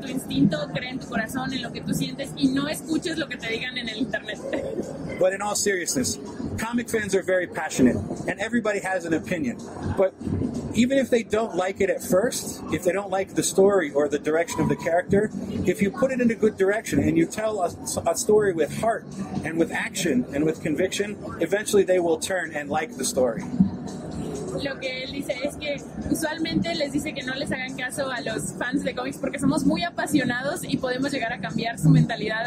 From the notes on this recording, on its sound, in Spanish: estuvo en el stand de Panini Cómics México